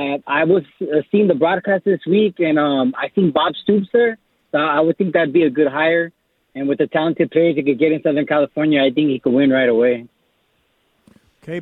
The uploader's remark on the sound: The guys open the phone lines to discuss who can be the new USC head coach.